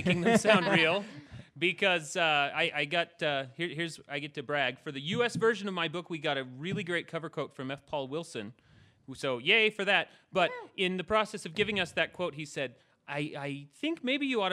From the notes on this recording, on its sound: This episode was recorded live at CONduit in Salt Lake City